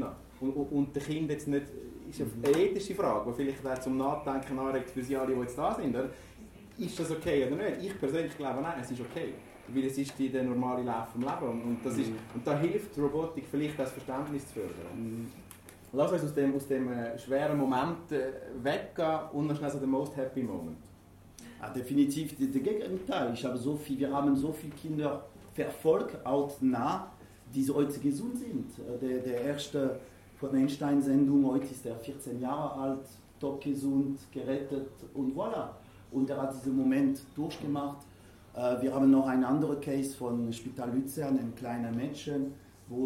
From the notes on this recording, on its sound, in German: Prakriti Unternehmerfrühstück LIVE AUFZEICHNUNG. Eine Liveaufzeichung des Prakriti Unternehmerfrühstücks. Die über 30 Investoren und Unternehmern durch einen interessanten Morgen mit wechselnden Gästen führt.